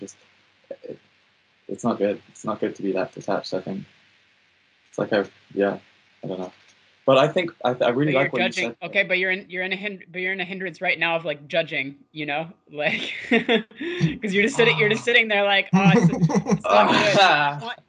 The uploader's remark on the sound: skype calls